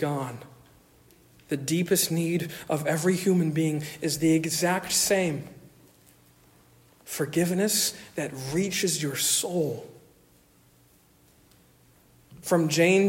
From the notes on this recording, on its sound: Originally delivered 14 May 2023 at Stonington Baptist Church, Paxinos, PA. Originally delivered 14 May 2023 at Stonington Baptist Church, Paxinos, PA.